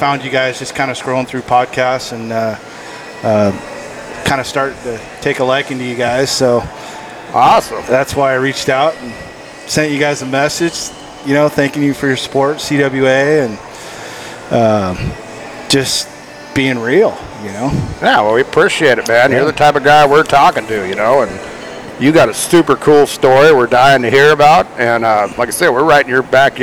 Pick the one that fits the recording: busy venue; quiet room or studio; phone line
busy venue